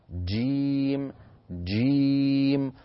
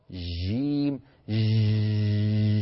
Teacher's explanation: المخرج ينغلق تماما ثم ينفتح فيخرج الصوت بقوة · Shown in: first take · Term: الجيم الفصيحة